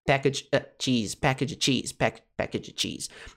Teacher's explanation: Veja como esse of se reduz, é super reduzidinho e vira a.